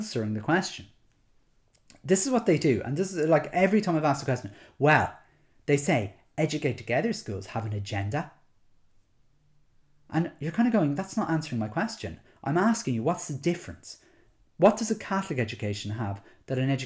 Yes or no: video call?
no